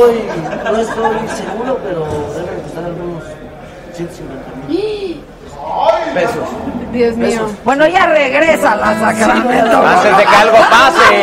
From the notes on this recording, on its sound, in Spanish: Transmisión Especial Desde Morelia Mich. En La 5ta Feria Nacional De Pueblos Mágicos. Se trasmitió en vivo desde Morelia, en la Expo Pueblos Mágicos.